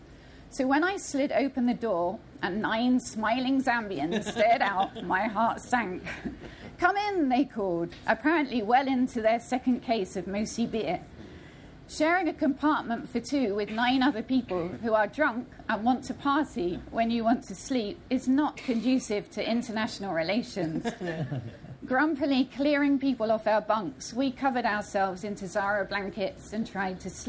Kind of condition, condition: setting, live audience